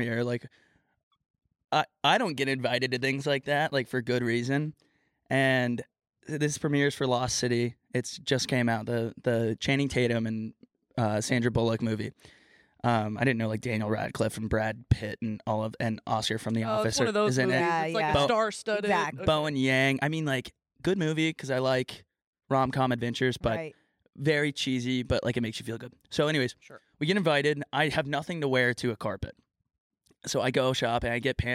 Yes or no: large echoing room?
no